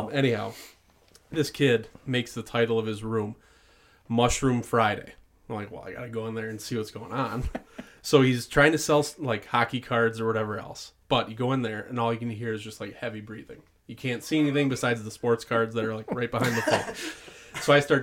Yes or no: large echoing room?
no